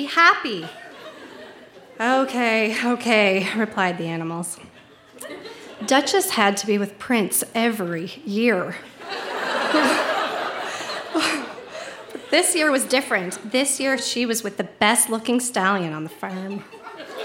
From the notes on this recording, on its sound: Recorded live at The Guild in Charlottetown, PE.